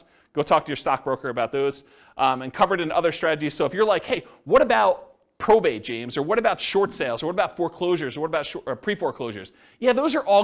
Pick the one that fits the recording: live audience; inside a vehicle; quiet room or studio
live audience